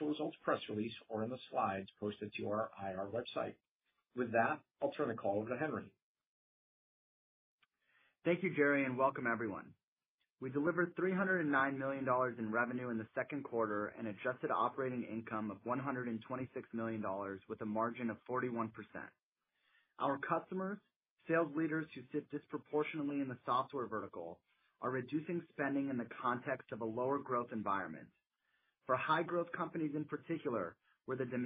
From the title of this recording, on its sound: Q2 2023 Earnings Call